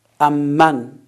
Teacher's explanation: در بعضی از موارد امن به صورت مقطوع نوشته شده، یعنی ام جدا من جدا، در بعضی از موارد به صورت ادغام. در هر دو مورد تکیه صحیح بر روی حرف میم مفتوح هست